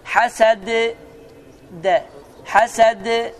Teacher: Dəl hərfi incə hərflərdəndir və incəliyi sevir bu hərf. Qalqaladır, amma incədir.